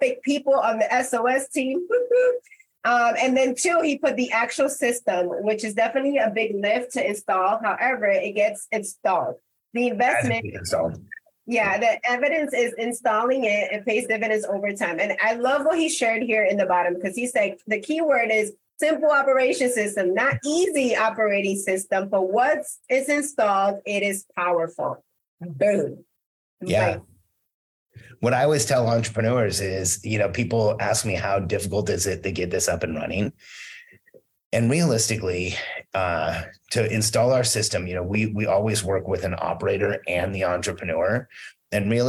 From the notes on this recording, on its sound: This episode was created from a live Q&A inside of the Simple Operations Facebook community